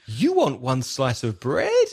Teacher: But because your intonation was so like a question, you want one slice of bread and it goes up at the end, that becomes a question